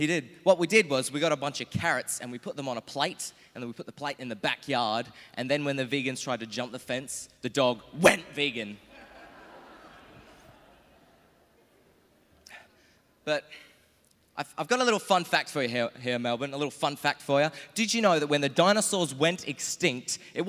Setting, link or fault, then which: setting, live audience